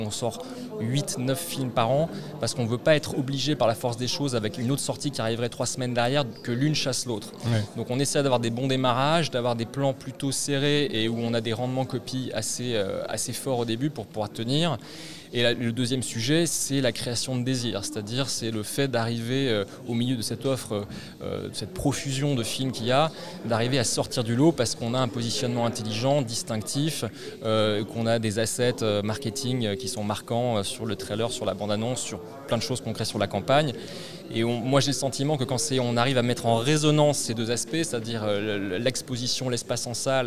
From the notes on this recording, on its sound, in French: Episode enregistré au cinéma L'Arlequin (Dulac Cinémas)